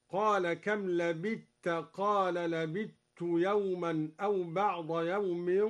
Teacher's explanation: أدغم الدوري الثاء في التاء